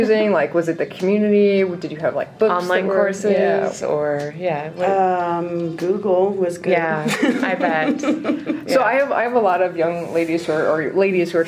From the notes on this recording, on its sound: Live from LFNW